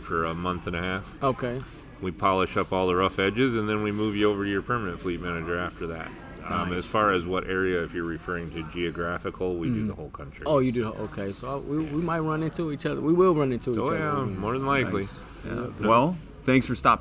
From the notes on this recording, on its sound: Recorded from one of our Driver Appreciation events. They talked to a number of Roehl teammates.